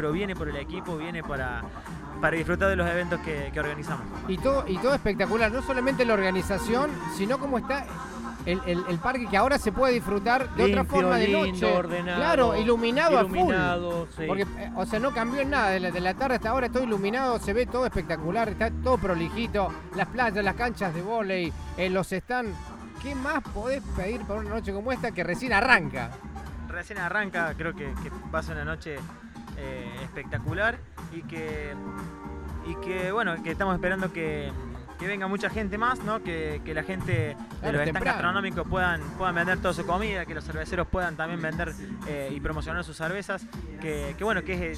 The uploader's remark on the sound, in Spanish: Extracto de la transmisión en vivo de la 2° Fiesta de la Cerveza Artesanal y Gastronómica de Villa Nueva.